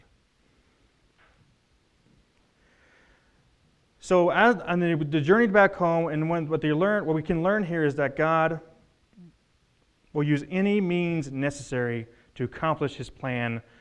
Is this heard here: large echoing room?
yes